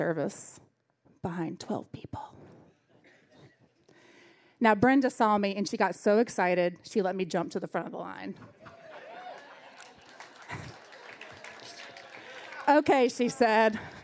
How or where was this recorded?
live audience